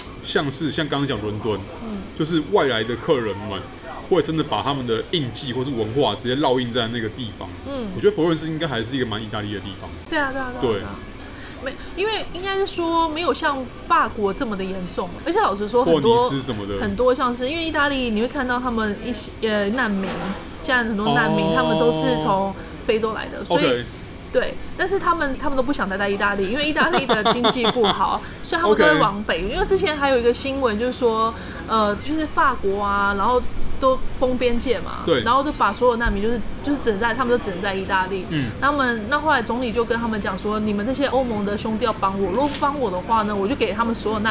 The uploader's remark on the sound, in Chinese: 本集白噪音指數：微風級 2/5。錄音地點： Parko Parco 的室外用餐區。